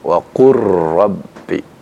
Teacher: Jadi dibaca dengan idgham, masuknya huruf lam kepada huruf ra, ya. Sehingga, ya, tidak lagi terdengar huruf lamnya.